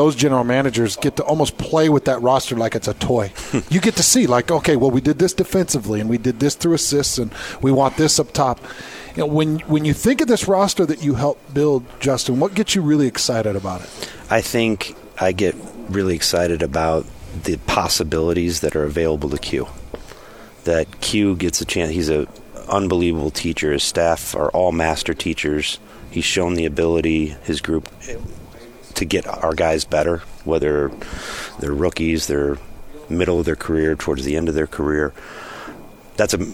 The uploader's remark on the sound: live from Utah Jazz Media Day